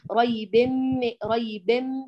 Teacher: لاحظوا كيف قرأت الباء المنونة بالكسر، قالت بن، لاحظوا قالت بن ما قالت بن، لأن بات الآن تنظر للحرف التالي إنه في ميم، يلا سأدغم النون الساكنة في الميم